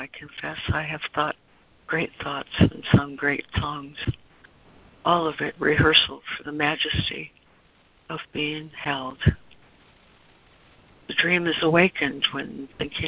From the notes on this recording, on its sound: ACIM Daily Conference Call